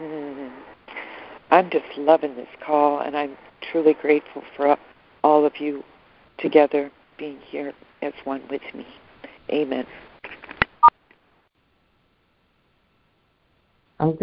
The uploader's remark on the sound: ACIM Daily Conference Call